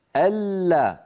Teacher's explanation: اللام الأولى من اللام المشددة بينية فلها زمن متوسط